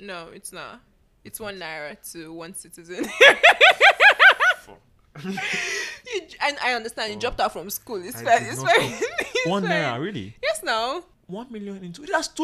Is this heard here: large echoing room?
no